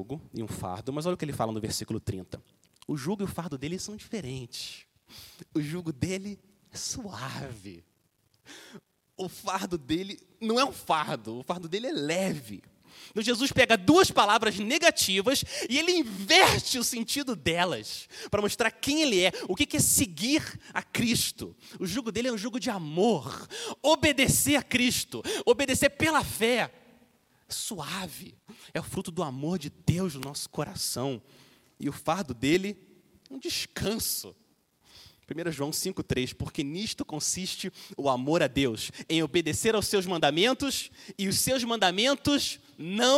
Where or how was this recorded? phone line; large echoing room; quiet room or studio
large echoing room